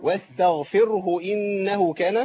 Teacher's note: لا اما اقف عليها اقول ايه واستغفره. لو وقفت عليها بتسكين الهاء. لكن في الوصل هتبقى الهاء مضمومه